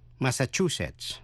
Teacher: Nhấn mạnh vần thứ ba